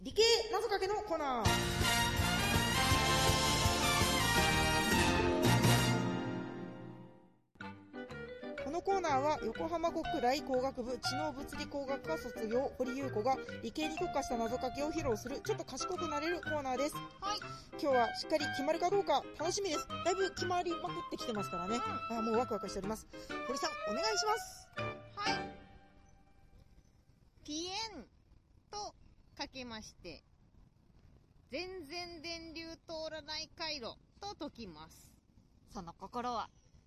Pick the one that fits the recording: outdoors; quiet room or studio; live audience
outdoors